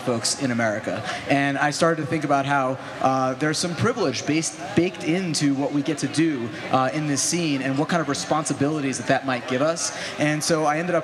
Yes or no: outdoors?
yes